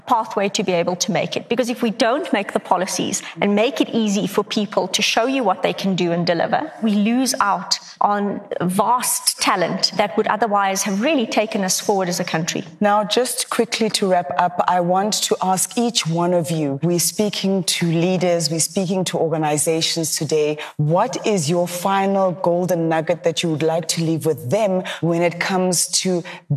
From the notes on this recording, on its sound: Talking on a panel at the recent Virgin Atlantic Business is an Adventure event